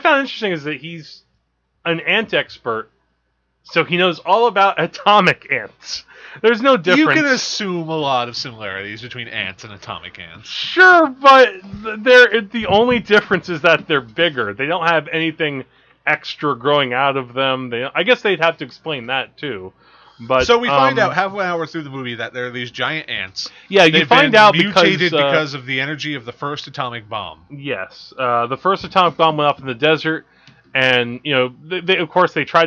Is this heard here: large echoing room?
no